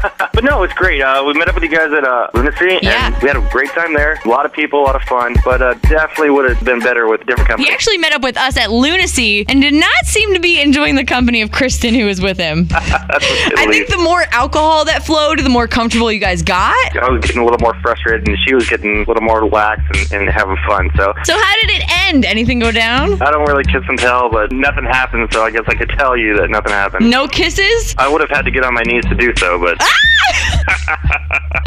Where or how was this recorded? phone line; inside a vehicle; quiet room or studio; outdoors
phone line